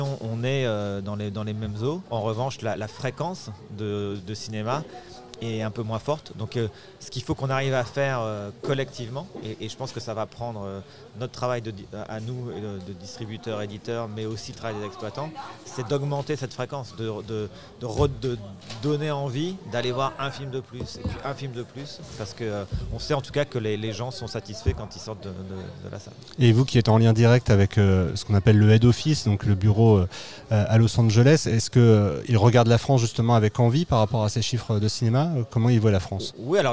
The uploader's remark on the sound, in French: Episode enregistré au cinéma Les 7 Batignolles dans le 17e arrondissement à Paris le 3 juillet 2023